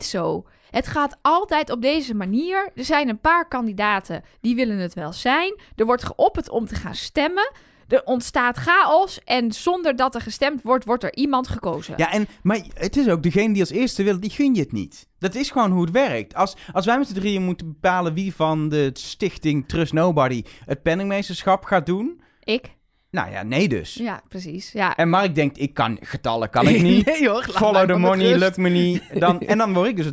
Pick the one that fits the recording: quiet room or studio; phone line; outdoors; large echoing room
quiet room or studio